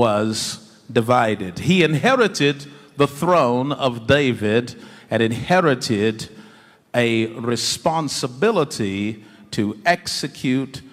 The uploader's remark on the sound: In this live sermon delivered in Nigeria, we learn about the responsibility of leadership.